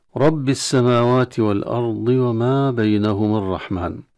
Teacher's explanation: رب السماوات، الراء مفتوحة مفخمة، السماوات لام مدغمة في السين